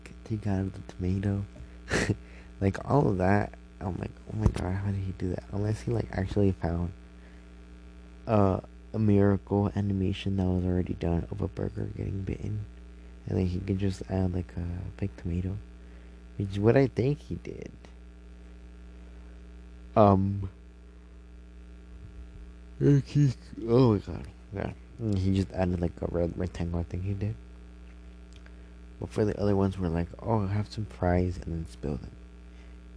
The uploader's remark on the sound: Sorry for the buzzing noise I probably plugged it in wrong or maybe cause my phone was charging.